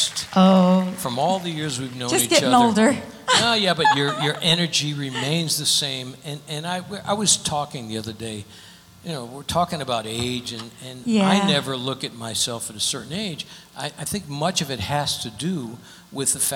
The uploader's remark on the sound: Live at the South Point Casino